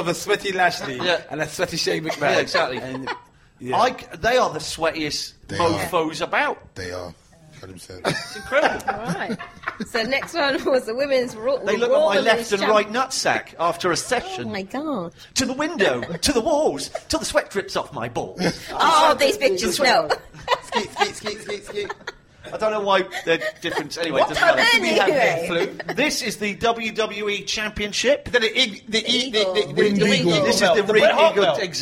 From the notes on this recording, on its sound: celebrate live at the 02 indigo